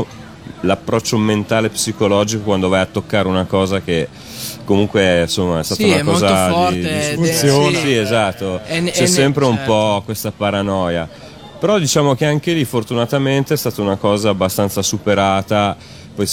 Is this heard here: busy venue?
yes